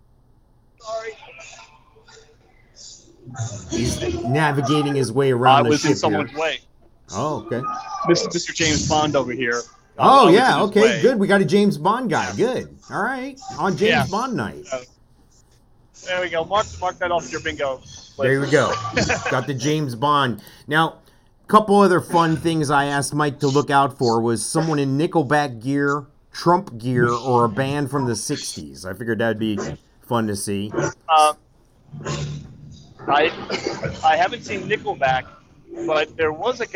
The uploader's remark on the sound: LIVE from MORC 22 Monsters of Rock Cruise 2022